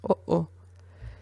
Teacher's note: las cuerdas vocales se cierran, se abren de golpe y sale aire. Pero es muy rápido. · Term: oclusión glotal